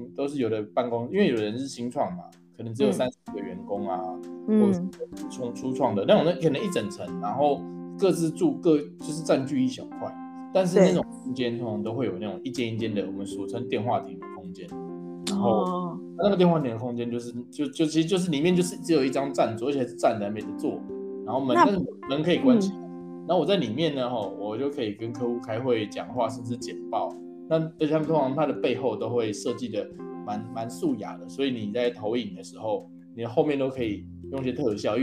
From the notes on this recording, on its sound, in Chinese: 因為第一次嘗試遠端兩人的錄製導致器材有一些音訊干擾。